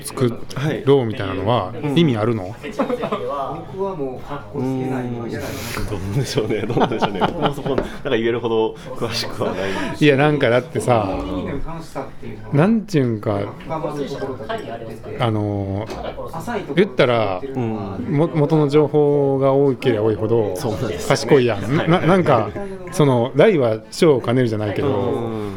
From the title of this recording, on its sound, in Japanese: BAR KRYPTOで